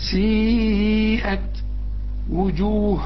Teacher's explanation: سيئت لازم تمد أربع حركات، الشرطة العريضة أهي فوق بين السين والياء أهي، وعندك بعد المد همزة.